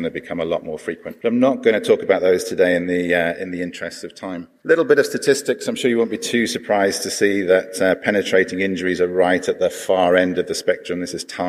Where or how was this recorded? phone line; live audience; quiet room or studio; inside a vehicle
live audience